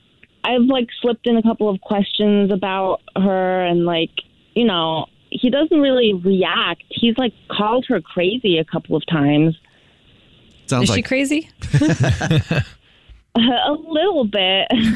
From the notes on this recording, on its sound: A Phone Prank